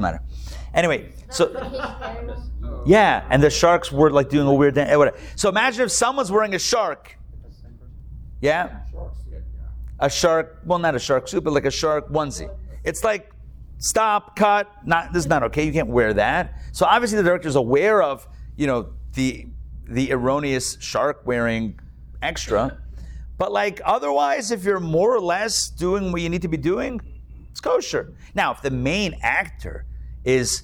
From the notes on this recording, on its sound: Recorded live at Atlanta on June 22, 2022